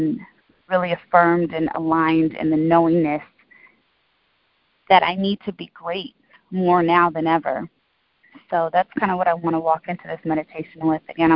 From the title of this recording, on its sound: Call recording